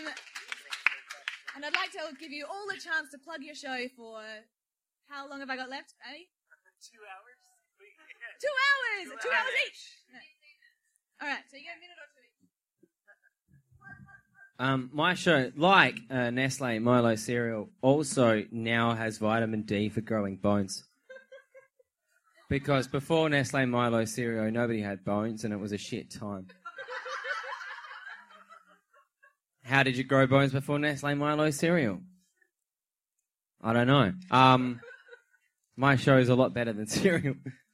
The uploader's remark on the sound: Live at the Adelaide Fringe